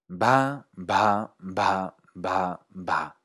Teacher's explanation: cuando pronuncias b con mucho aire, obtienes una b murmurada.